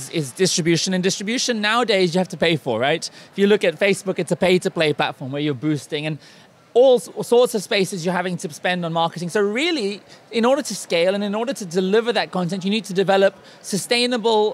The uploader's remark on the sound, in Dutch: Het interview werd gehouden tijdens de Dutch Media Week als onderdeel van Mobile Movie Days, meer specifiek de MOJO Conference.